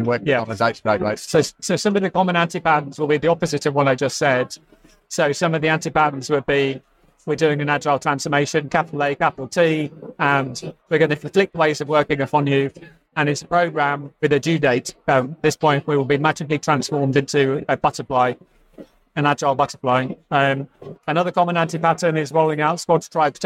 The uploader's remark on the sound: Recorded live at the Agile Australia Conference.